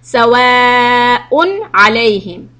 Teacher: So this is a izhar letter. So when the izhar letter is coming, we have to say the un sound clearly.